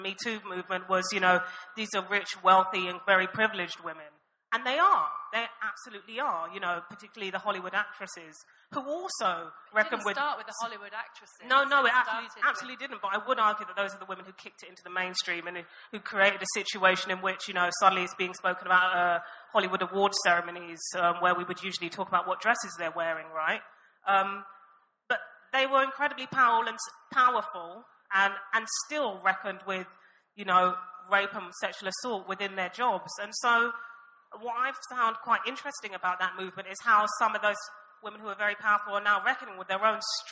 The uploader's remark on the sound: This episode is a live session from #ZEEJLF2019.